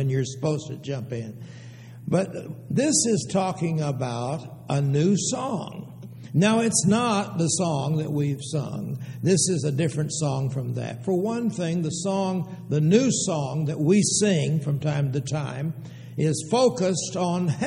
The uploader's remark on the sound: Downtown Church Of Christ Audio Sermon